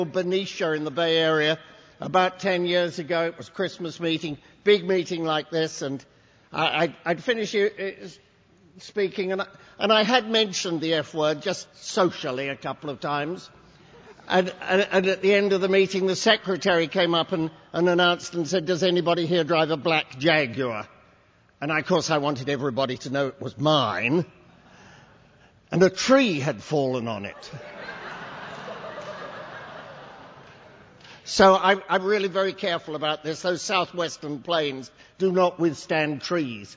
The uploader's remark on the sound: At the Thursday Night Speaker meeting in Las Vegas, this was recorded in August of 2006.